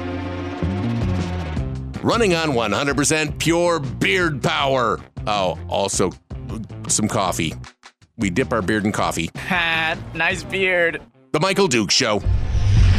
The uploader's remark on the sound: Today it's just you and me, with phone lines opening up right from the start.